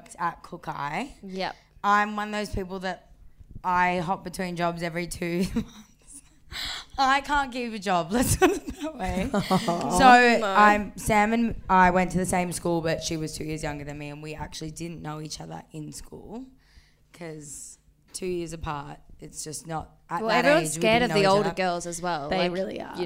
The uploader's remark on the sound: LIVE from the Corner Hotel in Melbourne for our Two Million Listens Tour!